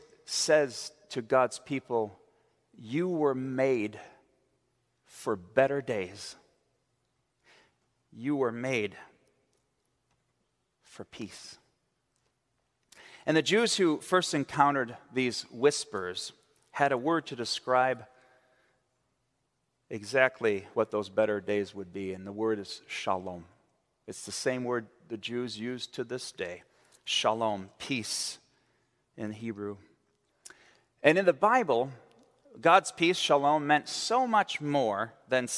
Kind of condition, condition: setting, large echoing room